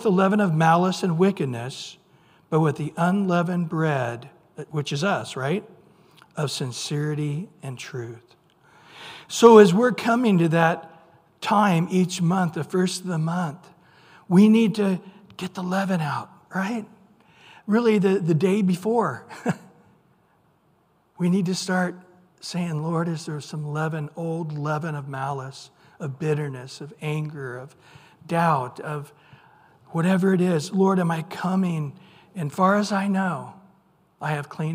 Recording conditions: large echoing room